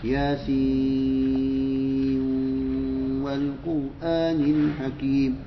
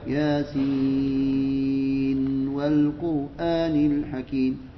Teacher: اعتمد الإدغام في نون ياسين · Shown in: first take